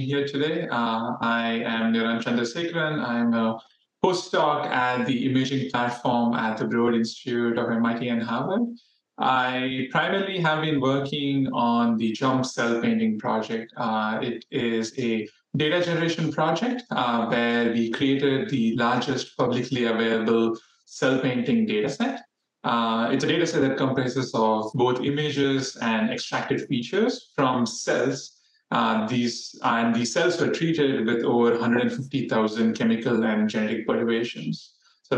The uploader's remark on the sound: The webinar was recorded on Friday, January 12, 2024